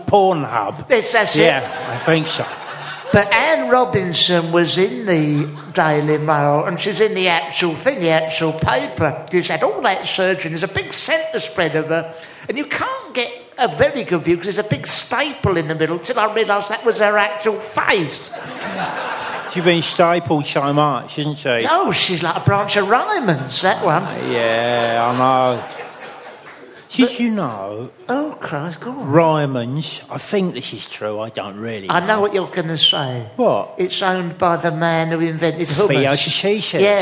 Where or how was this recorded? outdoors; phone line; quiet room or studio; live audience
live audience